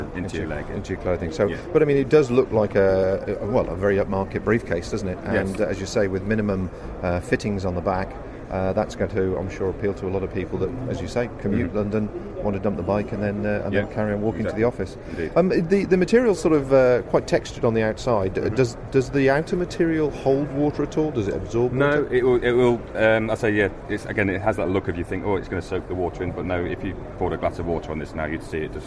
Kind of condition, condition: setting, busy venue